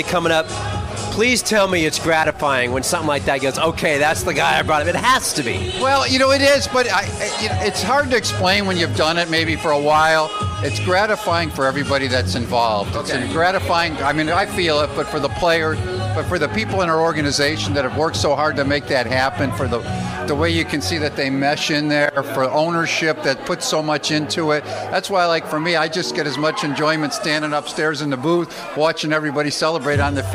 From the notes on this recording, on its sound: Live in the Phillies' clubhouse.